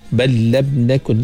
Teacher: Nakun kita dengung dengan dua harkat.